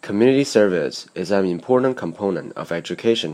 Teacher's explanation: 开头的那个被重读的音节，音调会被提高，而随后音节的音调将逐步降低